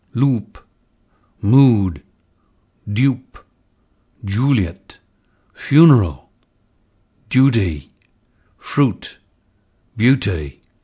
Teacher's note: Crystal cautions us to retain the lip rounding of conservative RP, oo, in the goose lexical set